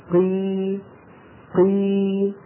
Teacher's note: إذا أشبعنا صوت هذه الكسرة يعني مططناه قي قي، تولد من هذا المط ياء